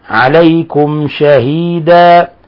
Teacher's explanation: قوله تعالى: ويكون الرسول عليكم شهيدا، ميم ساكنة جاء بعدها حرف الشين، ولاحظوا شهيدا إظهار التفشي في الشين، عليكم شهيدا، نظهر الميم الساكنة عند الشين لأن الشين من الحروف المظهرة، من الحروف المظهرة عند الميم الساكنة، أن الميم الساكنة يظهر عندها 26، يظهر عندها 26 حرفا سوى الباء والميم.